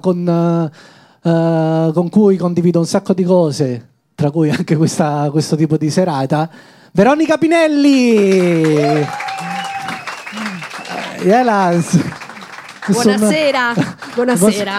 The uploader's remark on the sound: Live dal GhePensiMi di Milano.